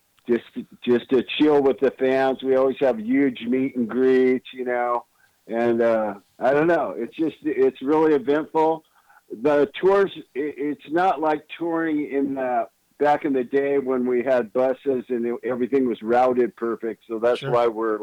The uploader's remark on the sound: Called.